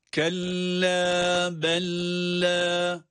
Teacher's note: kelle kelimesinde gördüğümüz gibi şeddeli bir lam var ama tutmadan, evet üzerinde durmadan okuyoruz. Buradaki tutmamadan kasıt, kelle derken kaf harfini lam harfine bağladığımız zamanda onun üzerinde sesi uzatmamak.